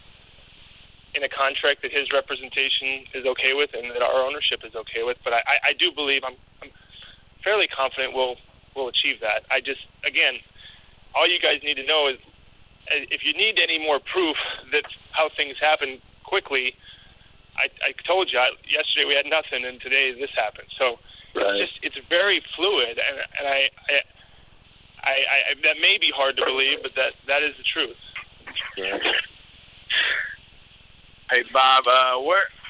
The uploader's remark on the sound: Conference Call